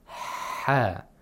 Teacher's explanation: it's pronounced deep in the throat, from the pharynx, wasat al halq, where the Adam's apple is, ha. It's pronounced with buh, where the pharynx wall is narrowed down.